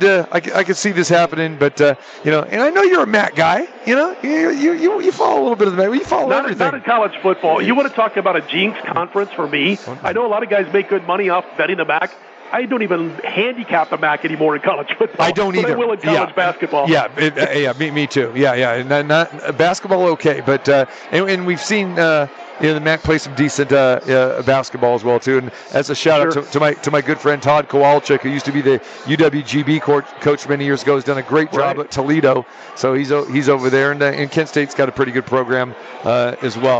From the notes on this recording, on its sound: Live from the Superbook at The Westgate Las Vegas